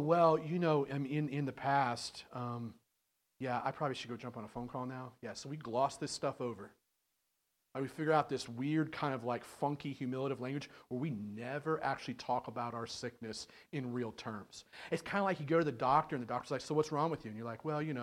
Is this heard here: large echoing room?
yes